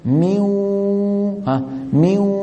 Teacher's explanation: صوتين في آن واحد، واو من الشفتين وغنة من الخيشوم، 50% 50%. نعم.